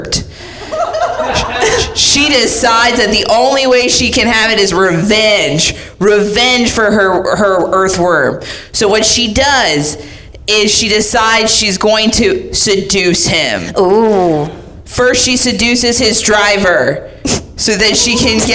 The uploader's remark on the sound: comes to you from the All Jane Comedy Festival!